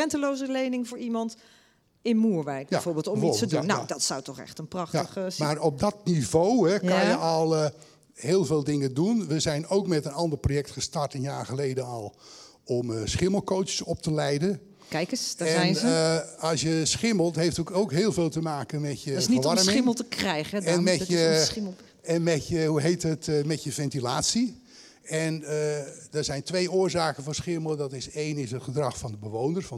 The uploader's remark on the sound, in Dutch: In deze aflevering van Haags Verhaal in Beeld en Geluid keken we met het publiek